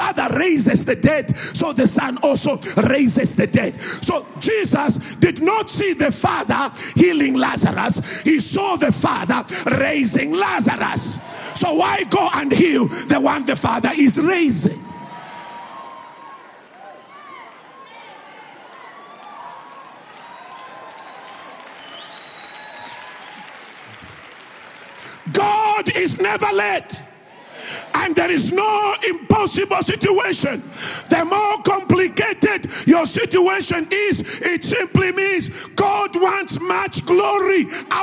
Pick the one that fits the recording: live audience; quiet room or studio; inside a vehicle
live audience